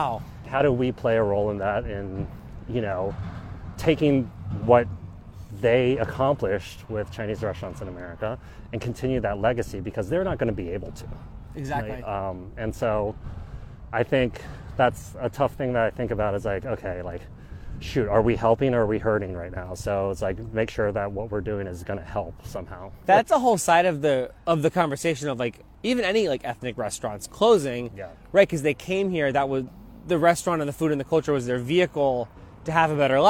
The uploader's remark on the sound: Walk A Mile is recorded while taking a one-mile walk with interesting and inspiring people. Each have a microphone, their most comfortable walking shoes, and endless possibilities for conversation.